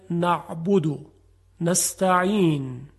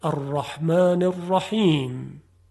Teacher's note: در این کلمات میبینیم که حرف عین و حا از وسط حلق تلفظ میشه